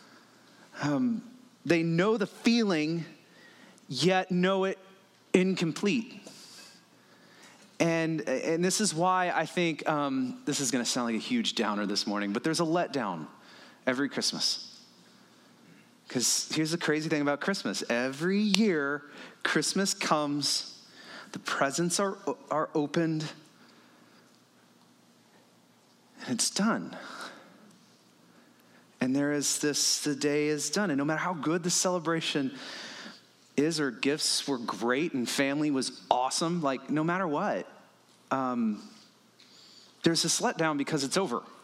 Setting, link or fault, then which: setting, large echoing room